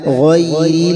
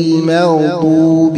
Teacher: فتجد أن الياء في غير أقل زمنا من الواو في كلمة المغضوب